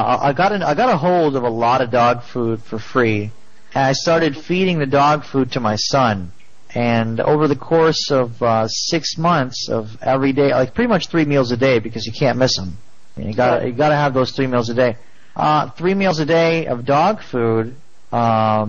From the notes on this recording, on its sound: Prank Phone Calls